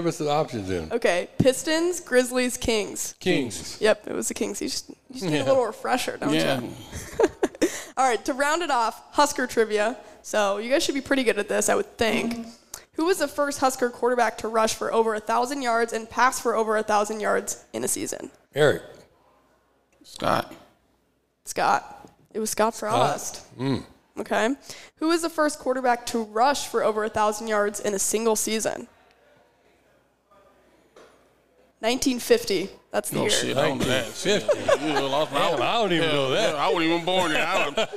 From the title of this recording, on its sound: The Run Live at Hurrdat Sports Bar & Grill